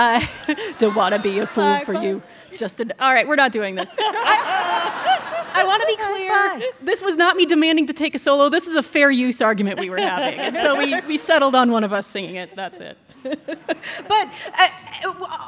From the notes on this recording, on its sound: This is a special episode, recorded in front of a live audience at the Boulder Theater in Boulder, Colorado.